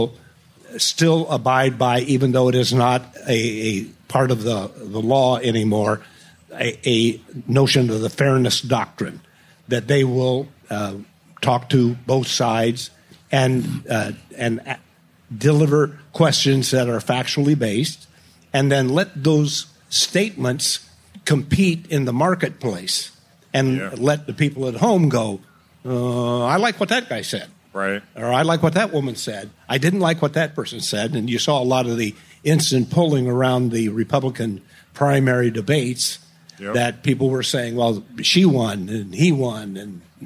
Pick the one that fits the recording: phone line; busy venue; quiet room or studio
busy venue